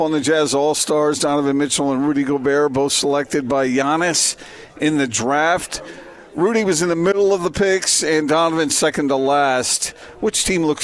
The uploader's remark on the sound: LIVE at LHM Sandy